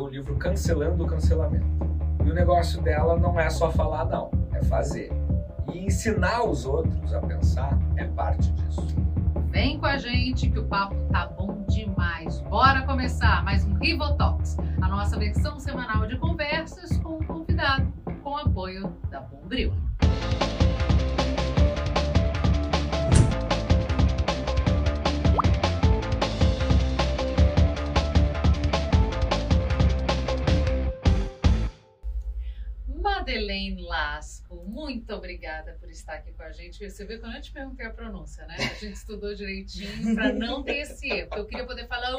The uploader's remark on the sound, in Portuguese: Tivemos um pequeno problema na captação do áudio desse episódio.